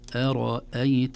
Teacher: همزة مرققة ثم راء مفخمة ثم همزة مرققة